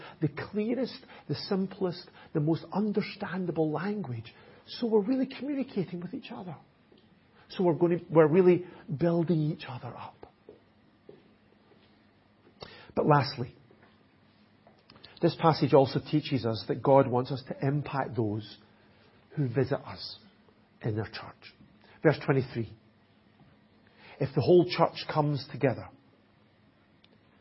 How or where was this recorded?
large echoing room